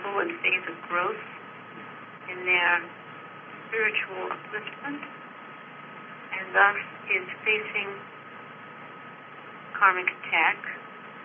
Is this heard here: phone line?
yes